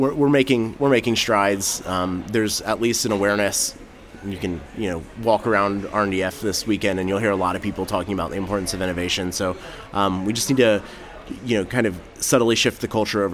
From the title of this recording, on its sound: Live from RNDF22